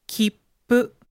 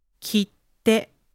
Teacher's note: El japonés tiene consonantes dobles que suenan igual que pronunciarías cada una de las consonantes simples, pero haciendo una pequeña pausa delante para darle más fuerza